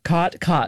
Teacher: there you have what's called the caught merger, or in linguistic circles, the low back vowel merger, which is sort of the biggest marker of Western speech.